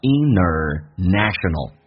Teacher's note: 在口语化当中，尤其是美式发音，NT 组合经常 T 不发音，所以那个 N 其实是发两遍